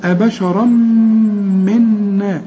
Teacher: فقالوا أبشرا منا، هنا إذا وصلت ولازم توصل، أبشرا منا، تنوين، التنوين اللي بعده ميم إدغام بغنة، والنون المشددة فيها غنة